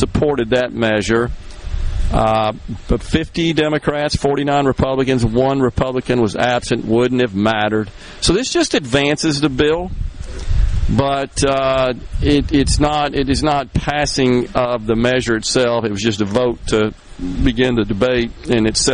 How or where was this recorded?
busy venue